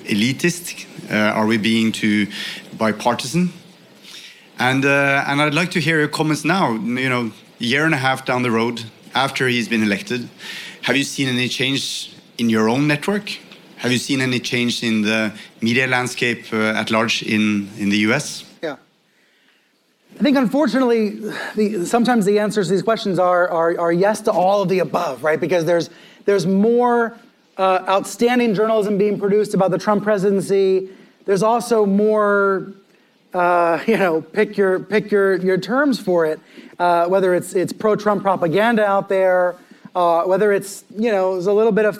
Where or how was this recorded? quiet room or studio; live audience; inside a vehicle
live audience